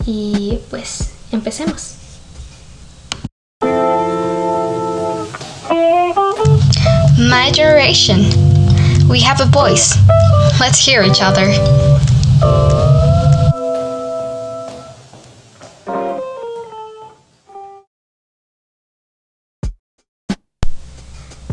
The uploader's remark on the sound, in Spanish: Pido disculpas por el ruido externo, pero como por el momento no puedo permitirme costear canceladores de sonido, tendran que convivir con ustedes mientras escuchan este episodio.